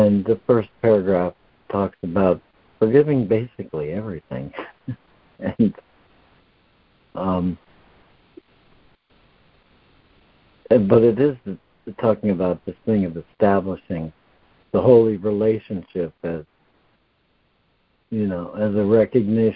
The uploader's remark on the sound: ACIM Daily Conference Call